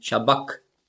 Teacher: Und das CH im Griechischen, das ist ja ein Buchstabe, das Chi, das hat man ausgesprochen so wie ein C hinten im Gaumen. Also nicht Shabach, sondern Shabak.